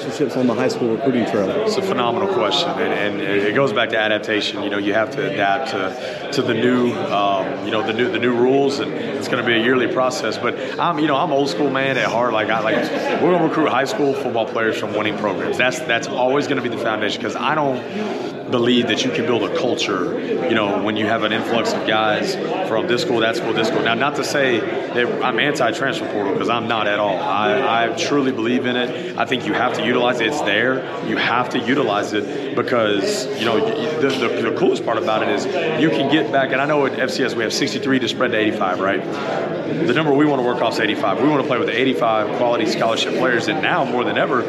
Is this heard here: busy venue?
yes